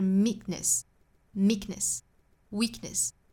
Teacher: meekness 和 weakness 里面的这个 k,它的爆破音呢是受阻的